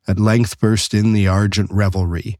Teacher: you have an unstressed syllable followed by a stressed syllable · Term: iambic pentameter